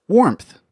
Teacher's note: it also happens inside consonant clusters, such as the P sound that shows up in hamster, which is not spelled with a P · Term: epenthesis